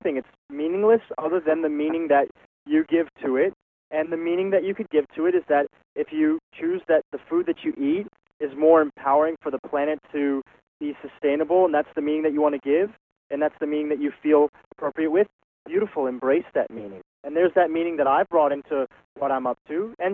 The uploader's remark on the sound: On this recording of our September 7, 2010, teleseminar